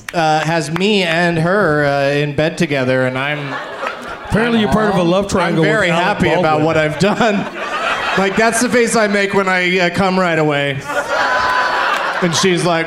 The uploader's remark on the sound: Live from Cobb's Comedy Club in San Francisco